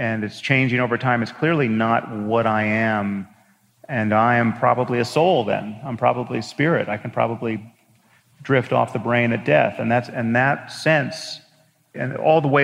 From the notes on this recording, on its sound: recorded at the Orpheum Theatre in Vancouver on November 2, 2017